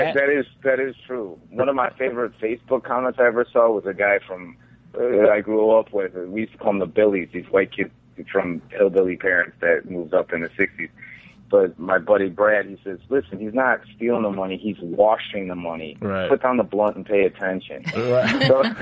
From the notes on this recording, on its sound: Also joining the hosts by Phonecall are special guest